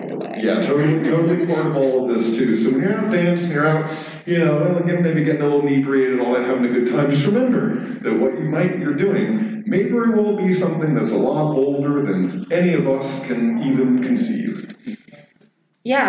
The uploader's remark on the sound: Share a recording from a presentation on Furry and the Occult at Biggest Little Fur Con, in Reno Nevada this past October. We have included audio from the discussion part.